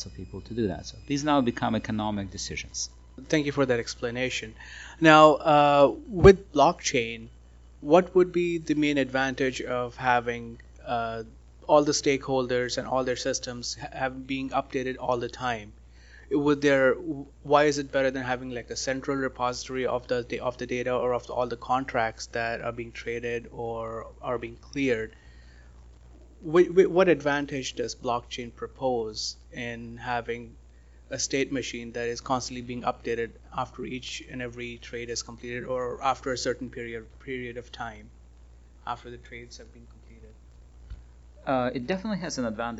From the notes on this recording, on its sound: RegTech at TechQuartier IV. We did our best to improve the audio quality, but doing live interviews, sometimes on the go, results usually not in the highest audio quality.